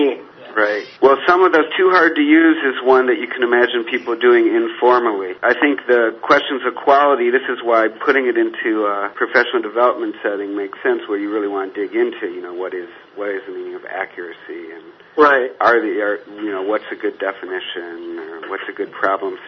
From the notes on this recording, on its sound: A conference call